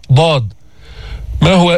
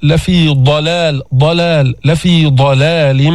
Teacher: حافة اللسان بتضرب تلتصق تقرع الصفحة الداخلية للأسنان العليا مما يلي اللسان · Term: الضاد